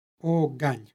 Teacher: Između posljednjeg sonanta i suglasnika koji stoji ispred njega radi lakšeg izgovora, a prema ekvivalentu u srpskom dodaje se takozvano nepostojano a.